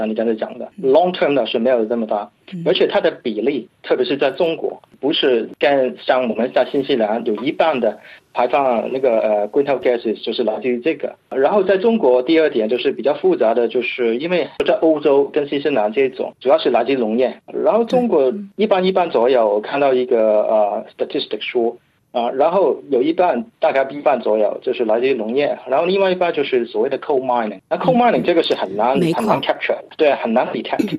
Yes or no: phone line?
yes